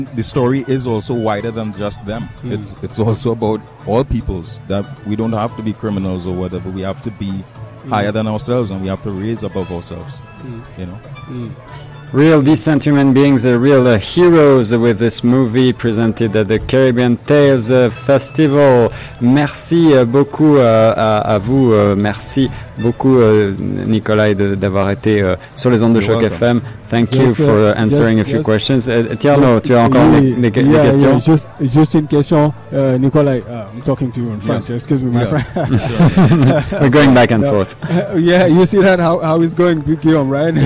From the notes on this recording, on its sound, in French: En direct du lancement du CaribbeanTales International Film Festival 2018.